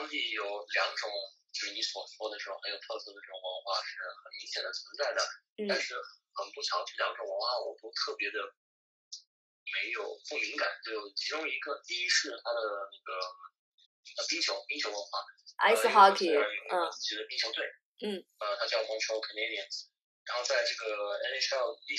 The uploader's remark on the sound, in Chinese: 电话连线不可避免有杂音，见谅